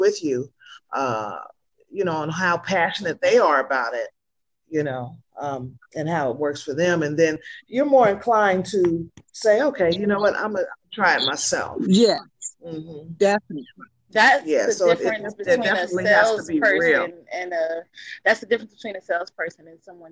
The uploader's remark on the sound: Please excuse us for our technical difficulties.